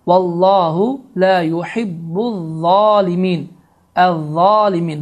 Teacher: za hərfi pərtəy və qalın formada tələffüz olundu. Və biz bunu z hərfi ilə əvəz etsək, sözsüz ki, burada da mənanı dəyişməsinə səbəb ola bilərik.